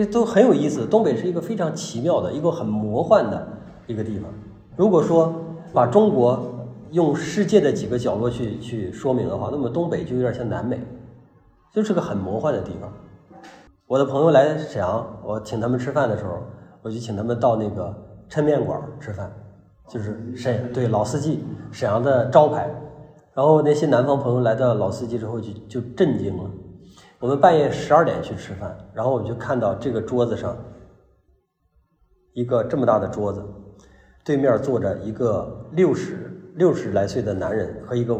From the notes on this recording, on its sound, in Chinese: 讲座录音。